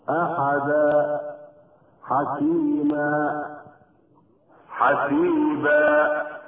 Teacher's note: الحالة الثالثة للمد الطبيعي أن يكون ثابتا وقفا محذوفا وصلا، وذلك إذا كان حرف المد مبدلا من تنوين الفتحتين عند الوقف، كالوقف على أحدا حكيما حسيبا. فإن التنوين في هذه الأمثلة ونحوها يبدل حرف مد ألفا عند الوقف هكذا أحدا حكيما حسيبا، ويحذف المد وصلا. · Term: المد الطبيعي